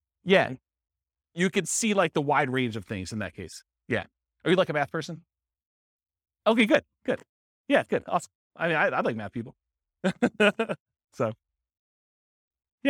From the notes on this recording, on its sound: This was a live class recorded